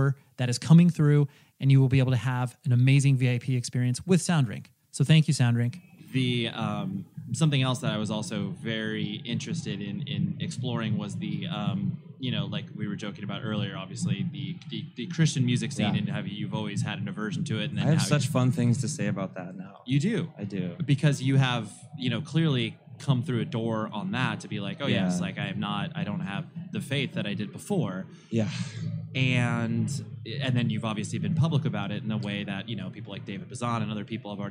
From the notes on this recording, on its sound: Live from NAMM w/ Gator Cases. Recording my first "live" podcast at the NAMM Conference back in January of 2020. At the Gator Cases booth.